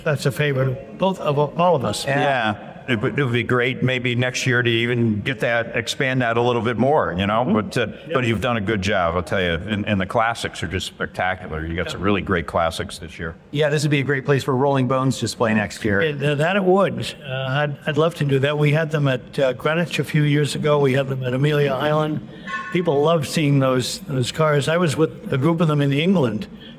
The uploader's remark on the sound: On the Road at the Chattanooga Motorcar Festival